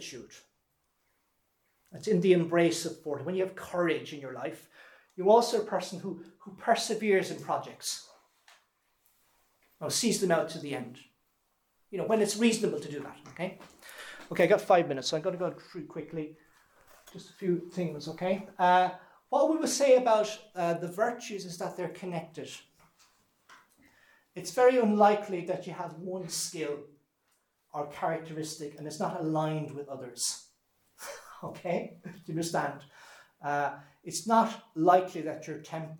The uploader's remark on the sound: This lecture was given on June 16th, 2023, at Holy Family Mission, Glencomeragh House Kilsheelan, TA Ireland.